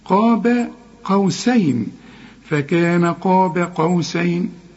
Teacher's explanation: النون هنا مرققة وفي عموم القرآن مرققة